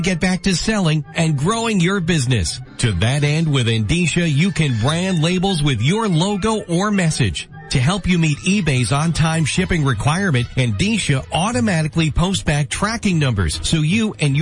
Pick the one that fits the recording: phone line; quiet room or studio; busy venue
phone line